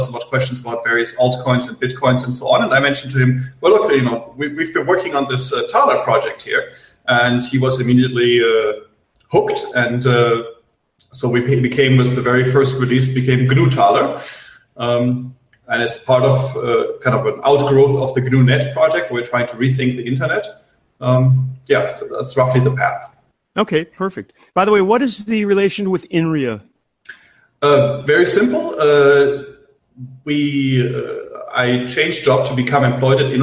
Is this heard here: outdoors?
no